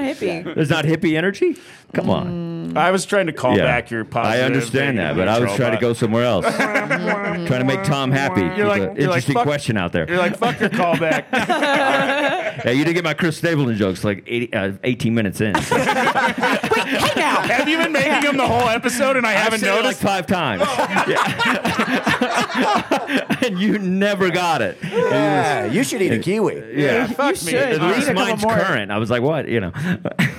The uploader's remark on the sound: live from the Vail Comedy Festival